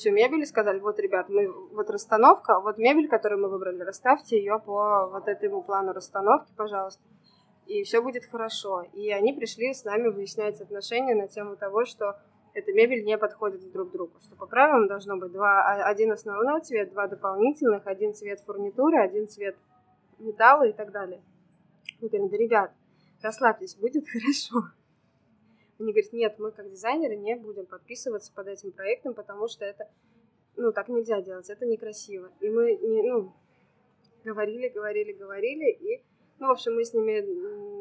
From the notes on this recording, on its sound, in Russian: В ее кафе «Брат» в Санкт-Петербурге, поэтому не удивляйтесь шуму кофемашины, разговорам на заднем фоне.